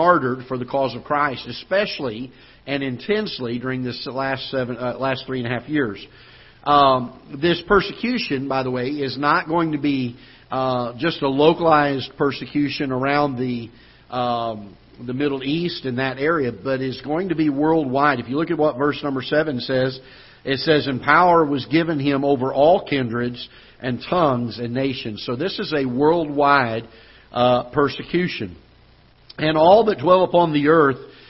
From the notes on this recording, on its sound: Ketha Heights Baptist Church ~ Live Broadcast.